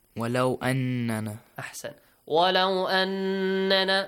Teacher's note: And you extend the sound of noon for two beats. · Term: ghunna sound